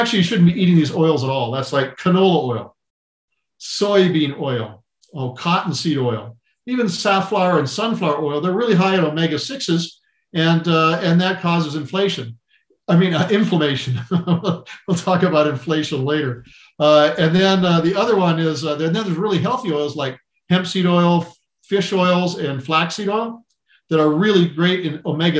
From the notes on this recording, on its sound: Food Forest Abundance Zoom Meeting